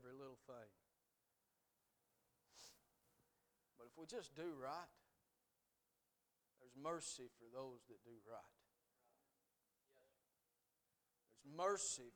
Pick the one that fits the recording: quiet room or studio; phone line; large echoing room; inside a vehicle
large echoing room